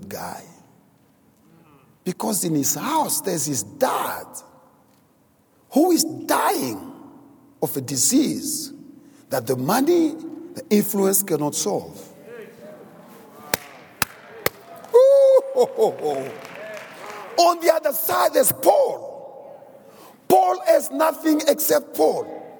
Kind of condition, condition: setting, large echoing room